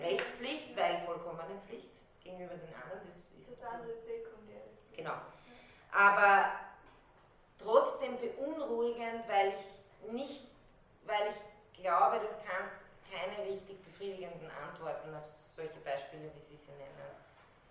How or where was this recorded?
large echoing room